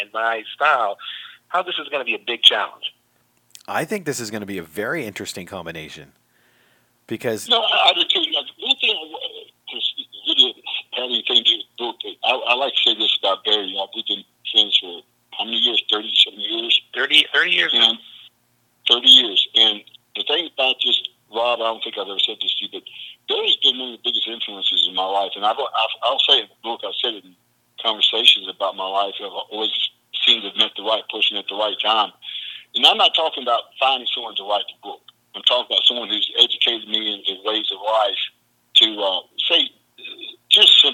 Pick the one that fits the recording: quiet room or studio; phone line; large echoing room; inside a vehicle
phone line